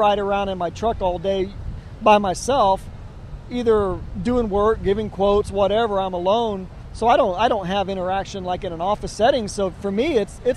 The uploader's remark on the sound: LIVE from Bolivar. Sit down live from the beach.